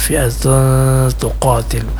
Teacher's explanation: Fi'atun, kalau fi'atun atau ikhfanya condong kepada dhammatain gitu. Mestinya kan antara bunyi dhammatain dengan huruf ta yang ditemuinya itu samar-samar di antara keduanya